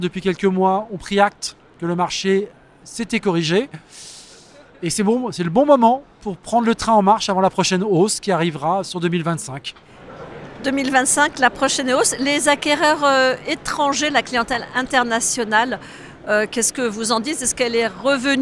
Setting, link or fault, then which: setting, busy venue